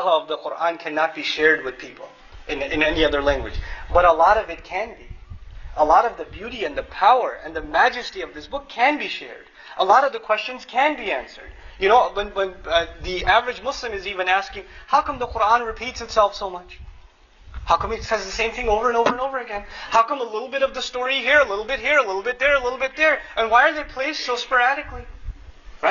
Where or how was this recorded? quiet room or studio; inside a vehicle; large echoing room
large echoing room